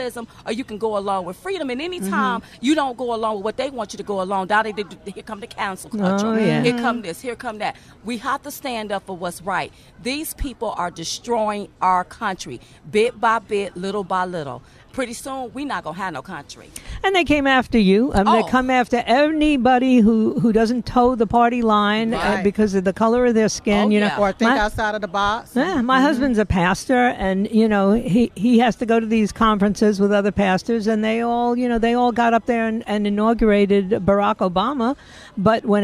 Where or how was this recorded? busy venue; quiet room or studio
busy venue